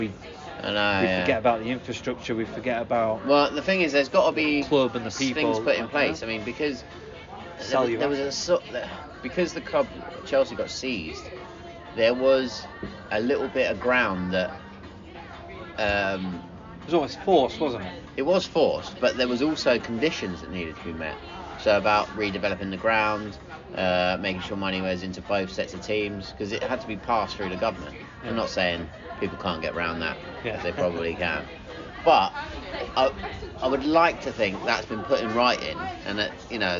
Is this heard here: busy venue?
yes